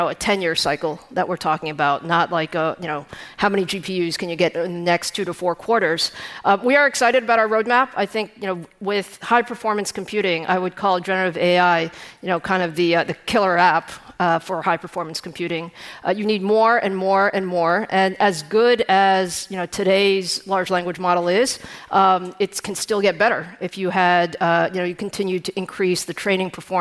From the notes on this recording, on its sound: The Code Conference was this week, and we had a great time talking live onstage with all of our guests.